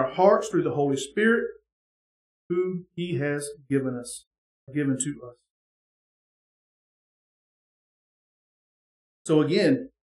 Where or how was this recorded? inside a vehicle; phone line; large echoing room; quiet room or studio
large echoing room